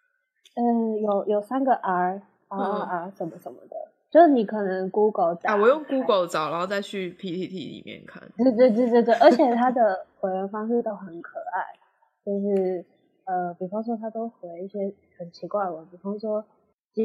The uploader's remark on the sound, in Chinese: 這集其實是舊存檔，之前在Youtube直播。音質就是早期的地獄音質，我盡量把聲音調整到勉強可以接受了。